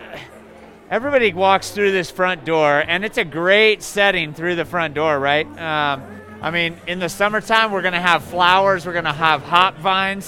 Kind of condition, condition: setting, busy venue